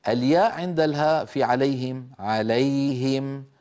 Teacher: الياء من وسط اللسان، الهاء من أقصى الحلق، أيضا إظهار